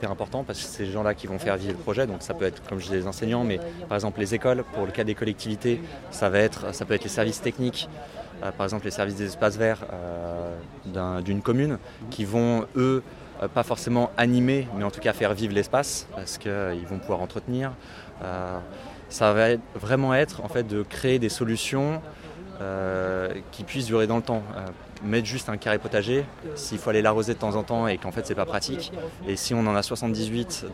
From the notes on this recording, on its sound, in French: Je me suis tourné vers le stand de la ville de Saint Ouen sur Seine qui nous propose de faire classe dehors. C'est au coeur de cette installation que je l'interroge. Cet épisode a été enregistré au cours du salon Jardins, Jardin, organisé chaque année le premier weekend de juin.